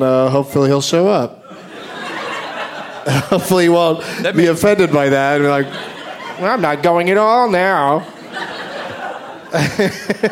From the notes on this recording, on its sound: recorded at Largo in Los Angeles, CA on Monday, September 13, 2010.